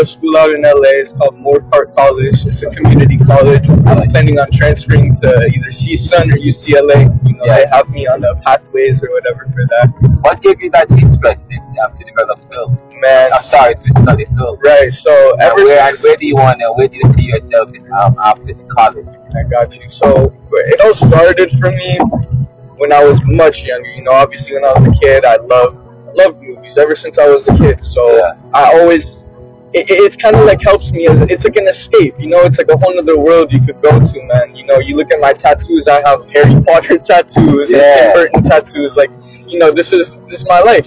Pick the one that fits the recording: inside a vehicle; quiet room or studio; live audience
inside a vehicle